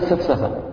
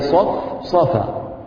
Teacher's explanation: وقد ربما يعني سيقرأ مثلا سيرقق مثلا الفاء سيقرأ مثلا سفسفة، فلا هي صفصفة ولا هي سفسفة، فهي صف صفا. فالصاد حرف مستعلي مطبق والفاء حرف مستفيل على مرتبة واحدة من الترقيق · Shown in: second take · سواء كان يعني مجاور هذا الحرف لحرف مستعلي أم لا.